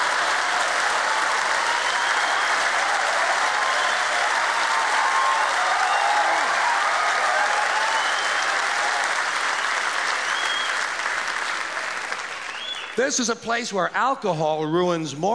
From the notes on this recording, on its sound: Format: Original Recording. Was recorded live at the Park Theater in Union City, New Jersey, during an HBO special.